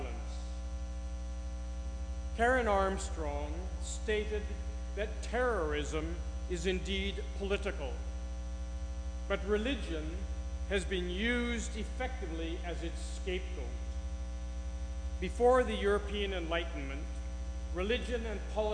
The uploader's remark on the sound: the audio quality of this week’s podcast contains a buzz, due to microphone issues